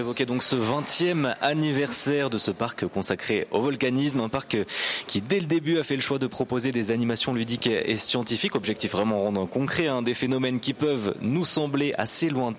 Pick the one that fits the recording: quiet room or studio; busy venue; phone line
busy venue